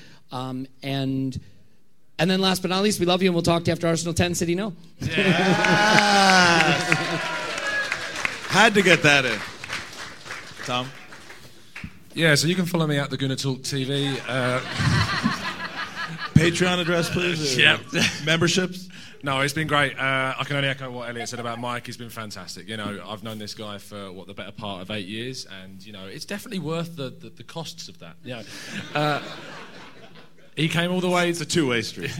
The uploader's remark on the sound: the special LIVE podcast performed on Saturday 22 April during the GoonerPalooza Spectacle in Chicago, Illinois, USA